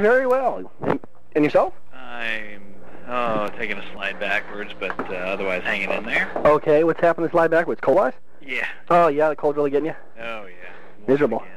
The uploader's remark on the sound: FOX News Radio. This podcast episode includes 16 different phone calls, made over a period of almost 3 months.